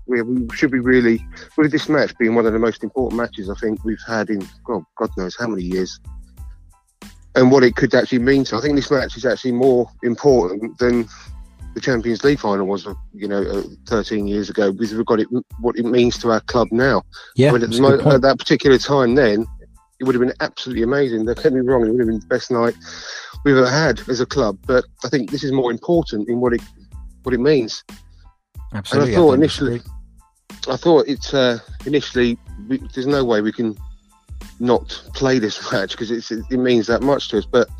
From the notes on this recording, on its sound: This is a very interesting episode made up of my appearances on the brilliant "Fans Phone In"